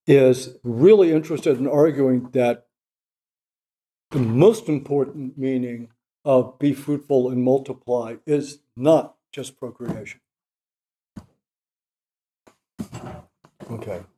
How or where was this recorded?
large echoing room